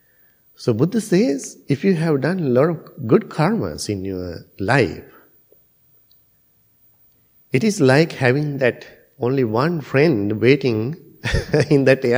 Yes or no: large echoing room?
yes